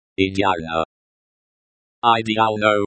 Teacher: T is silent, and the stress is on the third syllable